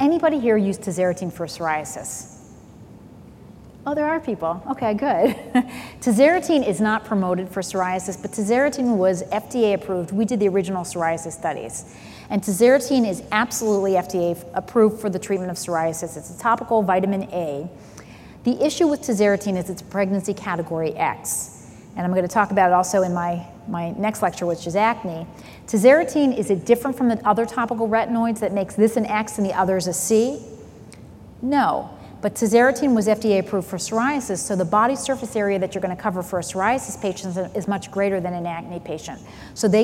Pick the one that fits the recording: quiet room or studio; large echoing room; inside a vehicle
large echoing room